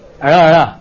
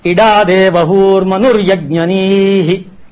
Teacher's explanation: The ra in Yajurveda becomes da